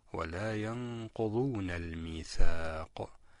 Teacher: أيضا نقلقل القاف لأنها أيضا من حروف قطب جد التي تسمى حروف القلقلة، التي عندما تكون ساكنة لا يظهر صوتها بل تختفي، فلا بد من إعمال ترجيع لها في المخرج حتى تظهر.